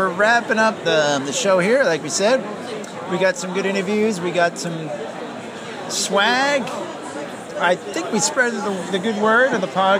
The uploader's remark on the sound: This classic episode that was recorded on the floor of Boston Comic-Con 2014. This classic episode that was recorded on the floor of Boston Comic-Con 2014 , featuring interviews and panel excerpts.